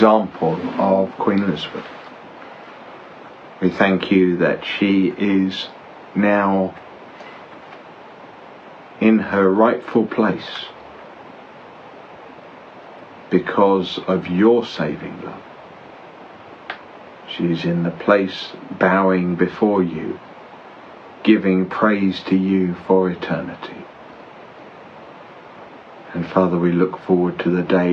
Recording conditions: background noise